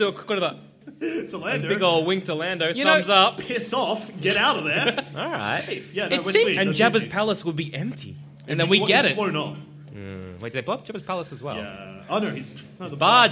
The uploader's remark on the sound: In which our heroes do it all live. Live on stage.